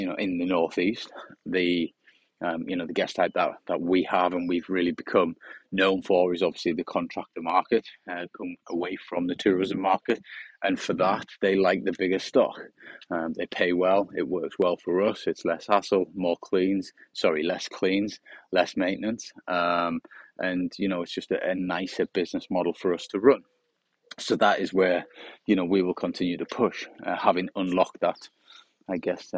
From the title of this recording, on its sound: On A Sunny Morning Walk